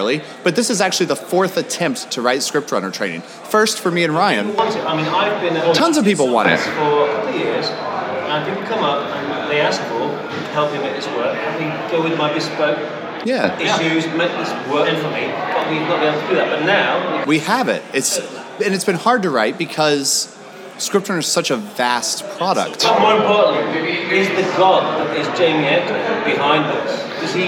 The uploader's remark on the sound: Recorded at the hotel bar after finally arriving from Barcelona airport's customs line.